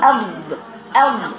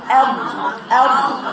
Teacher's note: تلاقي الصوت طالع ايه كده من الجنبين كده في الضاد اض اض افوق كده في الجنبين هنا اض اض اض تلاقيه طالع هنا وهنا الضاد.